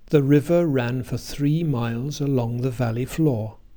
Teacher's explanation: all the unstressed syllables in this sentence have weak vowels, schwa, i, while the stressed syllables have strong vowels